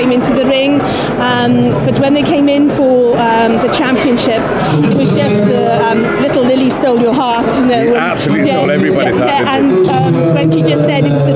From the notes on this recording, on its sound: Live from Young Handlers competition. A quite unusual special short episode live from the Young Handlers section of the Stars of the Future calf show at Stirling.